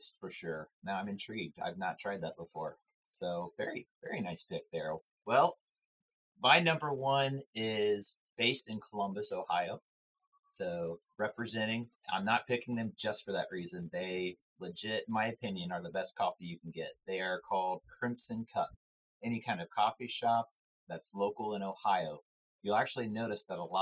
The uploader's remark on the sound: While editing this episode of Mustaches and Coffee we discovered that we experienced technical difficulties on a new platform we were trying so we apologize in advanced.